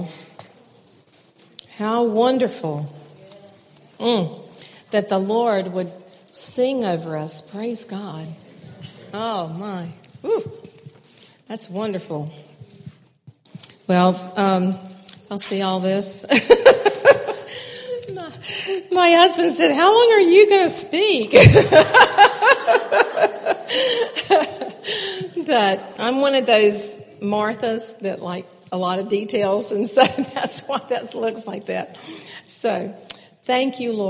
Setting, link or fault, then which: setting, live audience